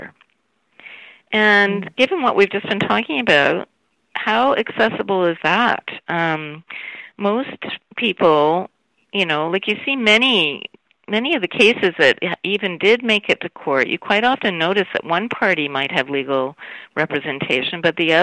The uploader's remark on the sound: I spoke with her over the phone from her home in Vancouver.